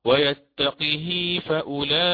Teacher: أما الإمام ورش فيكسر القاف ويأتي بأصله، لأن هاء الكناية حينها بين متحركين فيأتي بالصلة